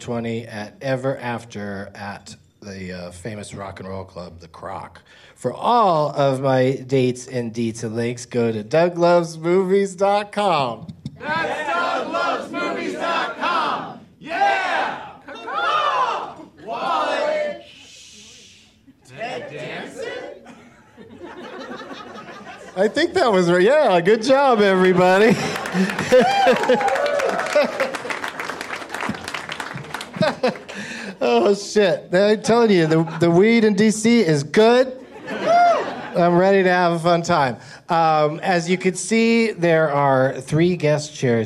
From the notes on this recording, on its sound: Live from The Improv in Washington D.